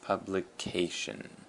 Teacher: the emphasis is on the K, the sound K, that is, not the letter K, the C-A